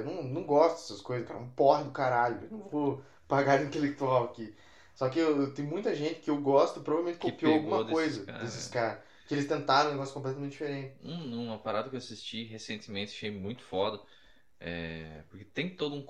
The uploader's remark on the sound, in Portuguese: Seus ouvidos serão agraciados com um belo áudio de incríveis 2 MICROFONES (e não 2 microfones incríveis). Um microfone por participante.